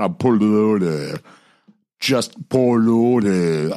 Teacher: It's got to be like nasally and gross, right? You're not trying to sound charming.